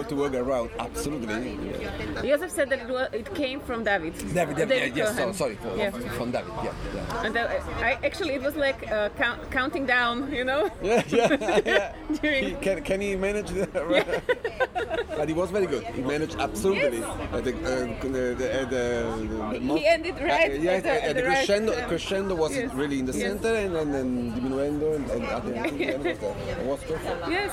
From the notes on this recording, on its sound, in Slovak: Cesta za Festivalom Concertando 2023 do Ríma – reportáž. Budete počuť aj autentické ukážky z koncertov. Podcast je v slovenčine a tiež v angličtine.